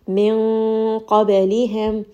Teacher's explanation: Qaf is a heavy letter, so therefore the noon sakin is also going to be heavy. · Ikhfa means that we are going to hide the noon sakin within the makhraj of the next letter. So the next letter is qaf.